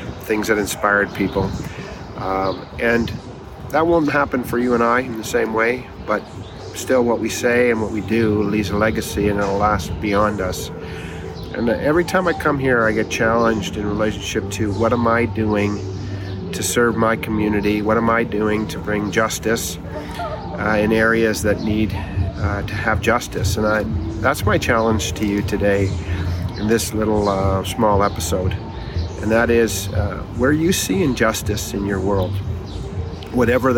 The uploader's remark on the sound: Please overlook the rawness of this episode I recorded on my iPhone out front of the MLK National Parks Museum in Atlanta.